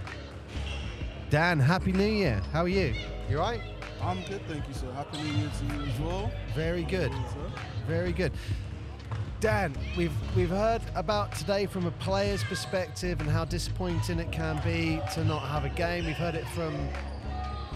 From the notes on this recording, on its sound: Live Basketball from Ravelin Sports Centre. We visit a live basketball match that wasn't to be...what could go wrong!